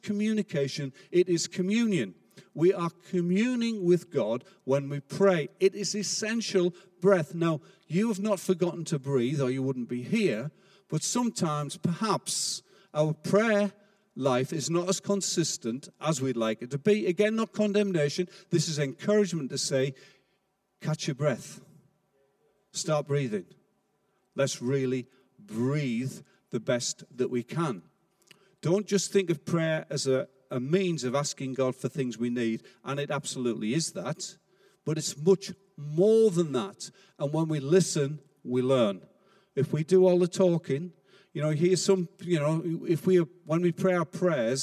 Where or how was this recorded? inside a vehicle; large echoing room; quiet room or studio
large echoing room